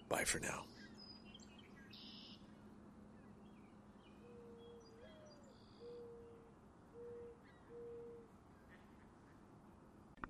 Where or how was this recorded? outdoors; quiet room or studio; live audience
outdoors